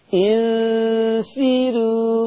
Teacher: انفروا مرققة ليه؟ عشان الراء مضمومة وقبلها كسر أصلي · Term: ترقيق الراءات